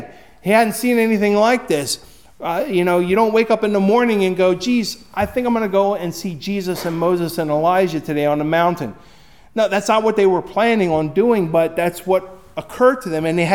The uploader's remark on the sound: Recorded at Hudson UMC on February 11, 2024